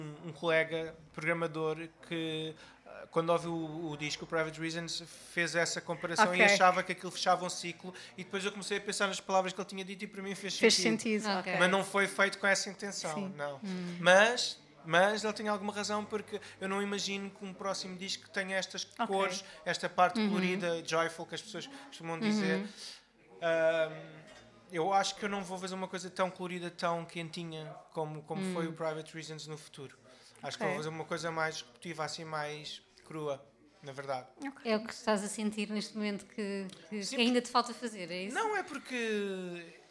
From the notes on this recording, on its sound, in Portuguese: … Ao Vivo na Chasing Rabbits